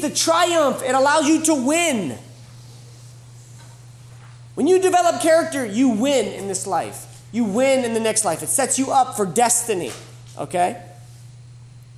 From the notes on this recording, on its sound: This was originally recorded live at The School of Warrior Arts annual Camp R.A.W.